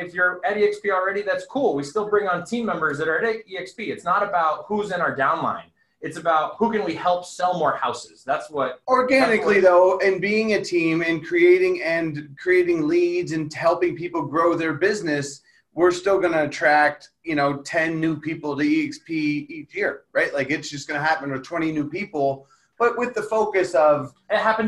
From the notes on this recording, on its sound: A live Q&A inside of a public zoom room